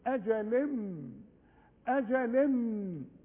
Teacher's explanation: أجل تنوين وبعده ميم، ادغم ادغام كامل بغنة